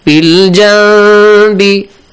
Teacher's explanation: Extend the sound for two beats. Nasal sound.